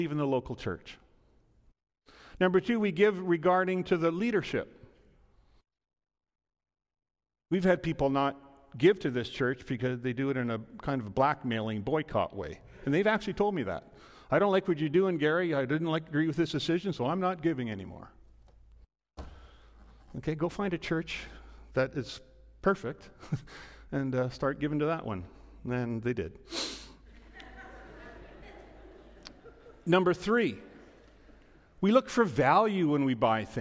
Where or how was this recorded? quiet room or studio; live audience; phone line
live audience